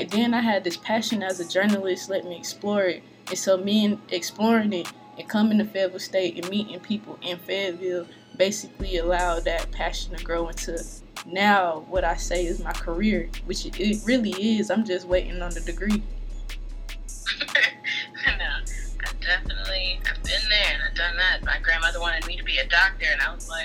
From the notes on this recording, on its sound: Picks up the phone to for a call-in interview with local newspaper, The Fayetteville Observer, in Fayetteville, NC.